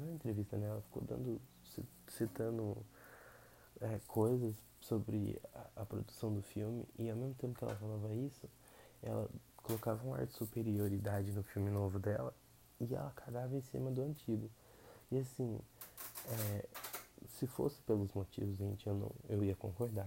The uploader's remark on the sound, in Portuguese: gostaria de pedir desculpas pelos ruídos pelo simples fato de que não aprendi a como editar corretamente e nem qual melhor microfone para ser usado.